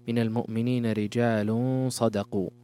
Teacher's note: تنوين ضم أتى بعده حرف الصاد، وهو من حروف الإخفاء